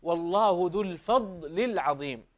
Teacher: شوف الضاد ليس عليها قلقلة